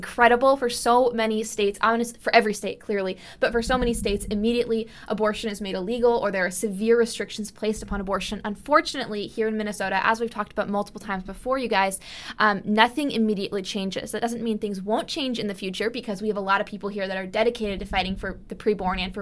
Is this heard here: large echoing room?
no